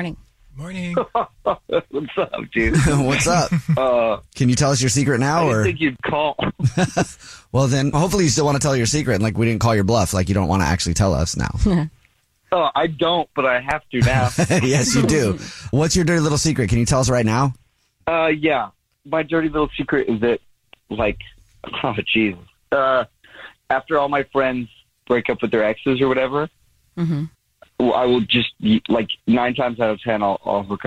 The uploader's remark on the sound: There is a guy on the phone